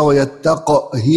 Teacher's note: نقرأ ويتق بإسكان القاف وكسر الهاء